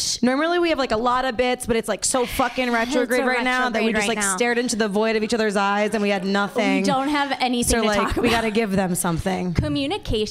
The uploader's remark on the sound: Live! At Dynasty Typewriter in Los Angeles